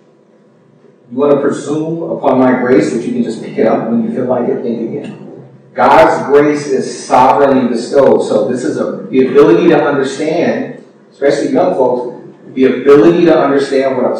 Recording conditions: poor sound quality